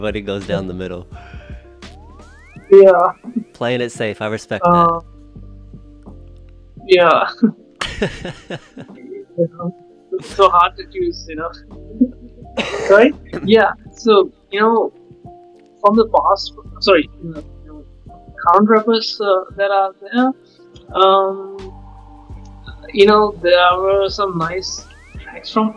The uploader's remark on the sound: The podcast was recorded with an 11 hour time difference so bare with any audio issues. We tried to clean it up as much as possible.